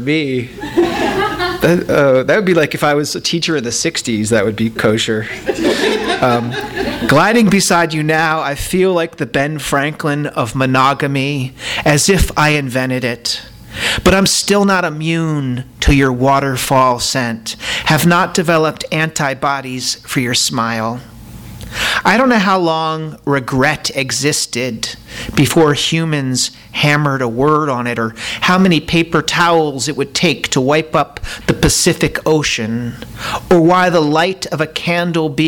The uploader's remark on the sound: THIS EVENT WAS RECORDED LIVE AT SKYLIGHT BOOKS SEPTEMBER 9, 2011.